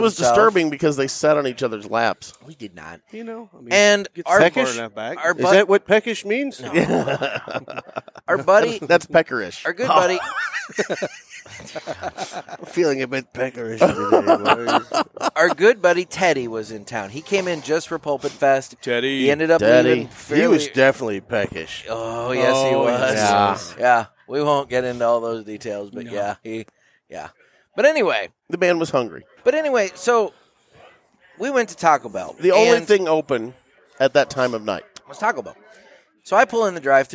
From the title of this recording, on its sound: Live from the 3rd Annual Rivermen Cigar Festival